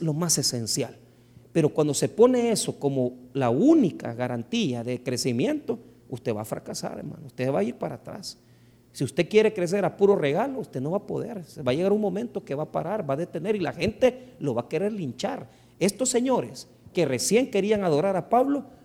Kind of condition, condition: setting, large echoing room